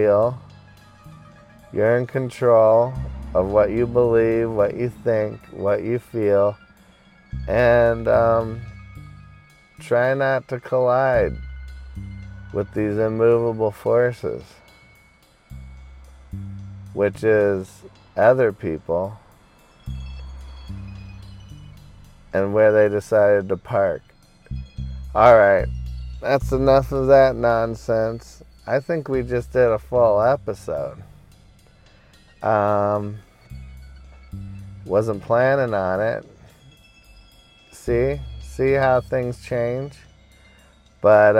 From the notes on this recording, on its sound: Hanging out in my car today.